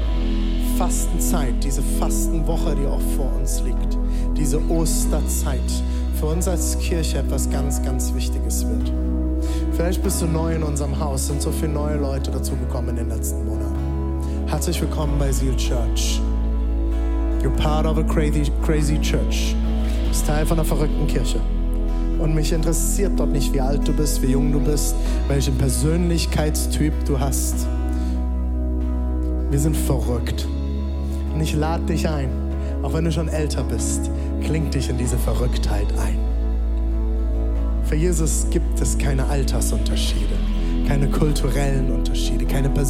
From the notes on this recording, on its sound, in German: Audiomitschnitt der Predigt